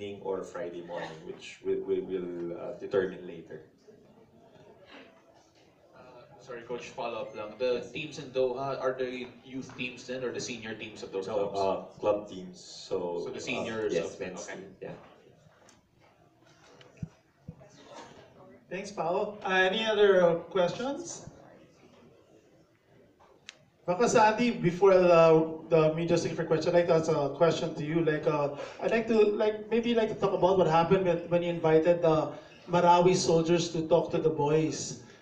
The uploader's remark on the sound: The full press conference during the send-off dinner for the players and coaches of the Philippine Under-19 squad.